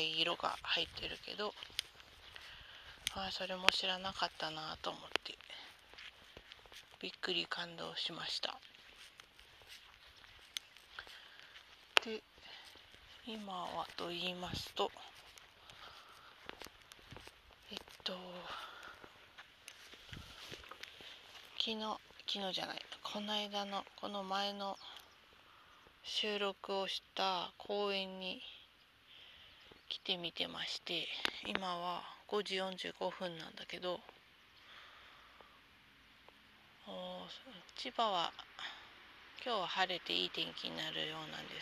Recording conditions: outdoors